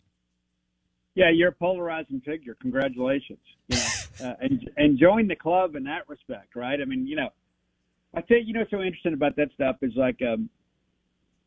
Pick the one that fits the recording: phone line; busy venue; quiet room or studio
phone line